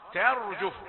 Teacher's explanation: يوم ترجف الأرض والجبال، نوصي على التاء التي قبل الراء، لا تقل يوم ترجف، طاء يوم ترجف هي طاء مخففة قليلا، تقول ترجف، لا تقل ذلك، تاء رقيقة ثم راء مفخمة